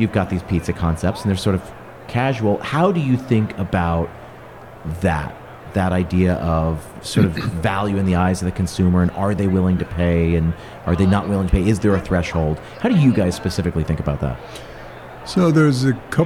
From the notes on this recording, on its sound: Lightning Interviews at Bar & Restaurant Expo. I was out there in Las Vegas giving two talks to the crowd... I also had the opportunity to podcast live from the trade show floor. I did a series of lightning interviews with some vendors, sponsors, and operators in attendance.